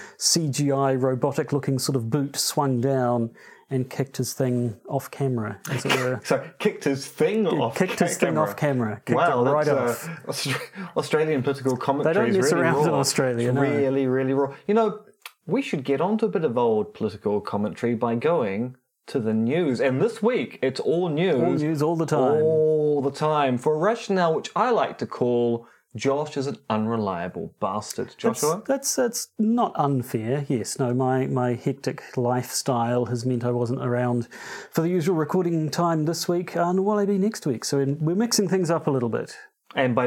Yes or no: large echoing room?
no